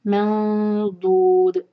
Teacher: यहाँ पे दाद हैवी है, जबान को साइड में लगा के पढ़ेंगे, मंदूद इख्फा और हैवी इख्फा, क्योंकि दाद है नून के बाद और आखिर में दाल का कलकला।